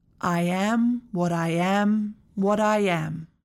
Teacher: Now, listen carefully to me saying these words at a normal rate and listen for the Y sound that automatically appears · Term: insertion